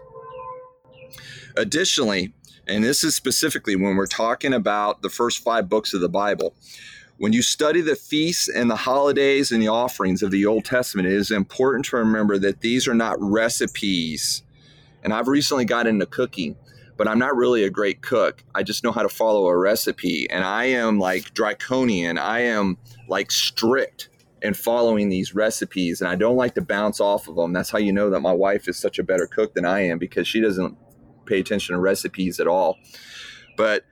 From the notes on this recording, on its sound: I don't know if you can hear the bird, uh, back here in the background, but I am outside on my back porch.